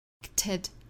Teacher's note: 注意中间的这个 k 的发音就失去爆破了